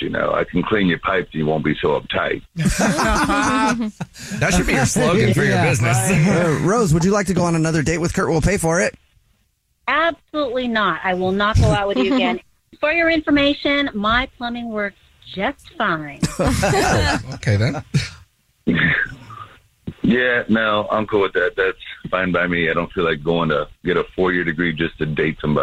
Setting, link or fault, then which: link, phone line